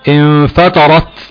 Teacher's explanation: هو لما يقول انفطرت كده كأنه جاب سين في آخر الحرف